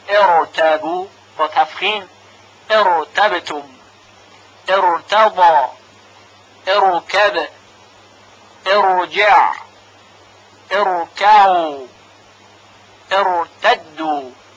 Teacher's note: حرف را در تمام این کلمات که گفته شد تفخیم میشه